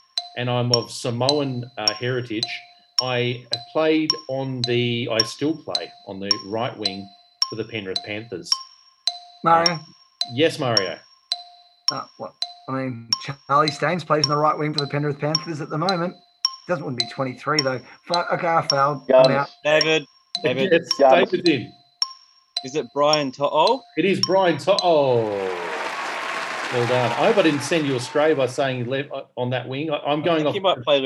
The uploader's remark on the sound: Today we run a special panel edition of the show through Zoom